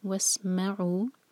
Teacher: سین پر whistling sound اور میم پر زور، ما پر زور، وَاسْمَعُوا.